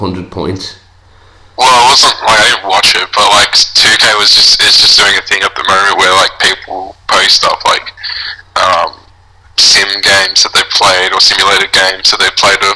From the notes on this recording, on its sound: This weeks call in guest comes live from his garage in Sydney